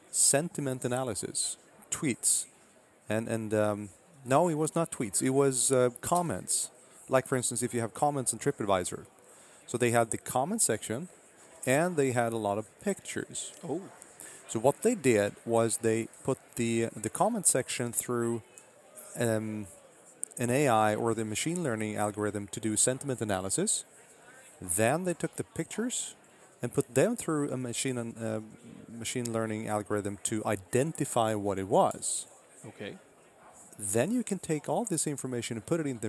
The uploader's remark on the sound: In the sixth and final episode recorded at Microsoft Ignite in Orlando.